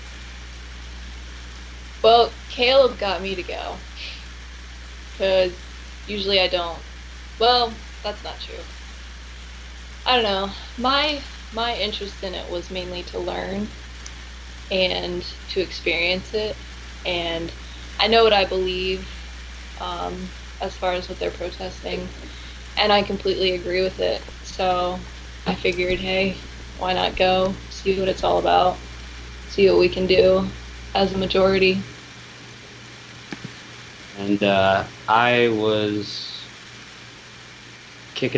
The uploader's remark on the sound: Live from Occupy Wall St. Zuccotti Park.